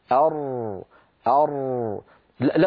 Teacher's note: لاحظوا بأن انحراف الراء إلى الداخل، بخلاف انحراف اللام